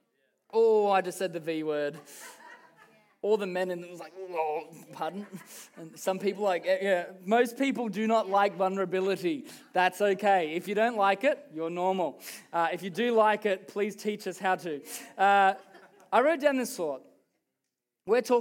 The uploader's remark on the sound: Recorded during our Melbourne East service on Sunday, the 12th of November 2023.